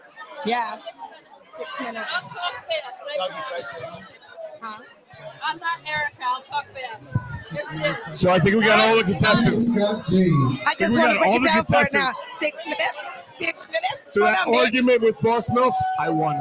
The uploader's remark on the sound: LIVE from TPA for the Connection Travel Hottest MILF Strip Tease Qualifier